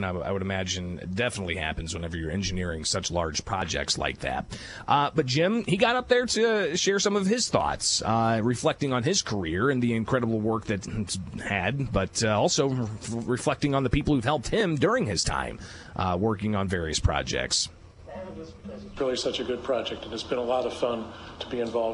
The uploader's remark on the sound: Live from the Illinois State Fair